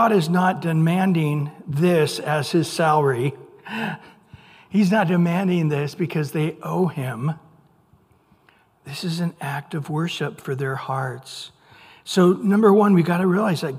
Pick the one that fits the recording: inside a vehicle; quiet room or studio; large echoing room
large echoing room